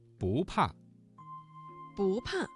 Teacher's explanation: 不怕这个词当中的不字在4声前要变成2声